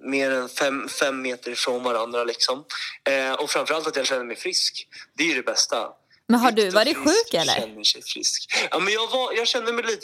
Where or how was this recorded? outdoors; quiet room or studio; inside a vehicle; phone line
phone line